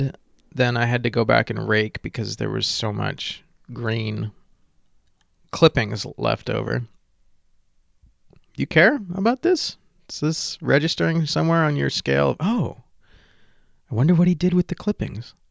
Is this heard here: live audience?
no